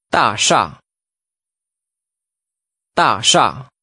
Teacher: Using two falling tones, say tower.